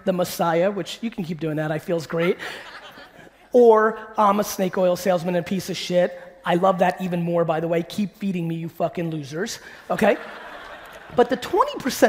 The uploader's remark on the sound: a throwback keynote from 2018